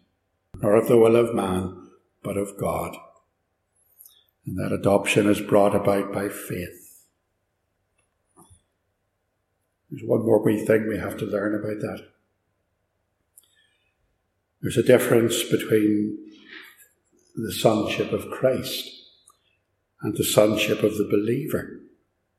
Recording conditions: echo